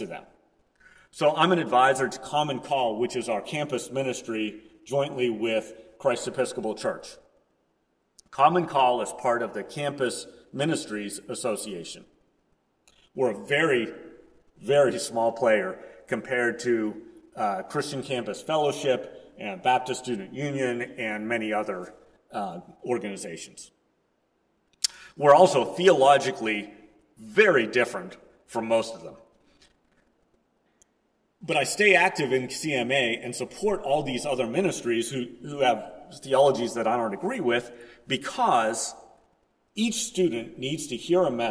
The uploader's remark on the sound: Preached at First Presbyterian Church of Rolla on July 17, 2022.